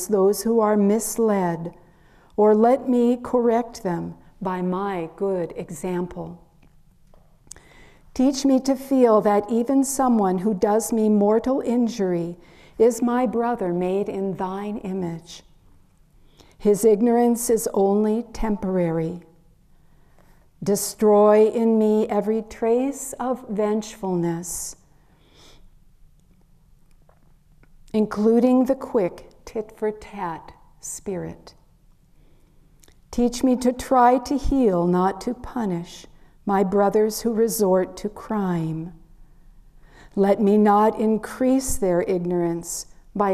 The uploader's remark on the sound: during a Sunday Service recorded at Ananda Village March 26th 2023.